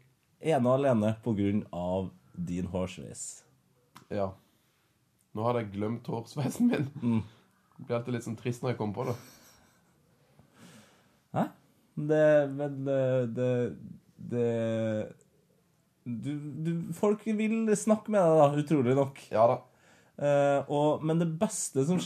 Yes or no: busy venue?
no